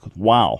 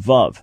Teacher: the original pronunciation of the Vav is a W sound that you still have preserved in Arabic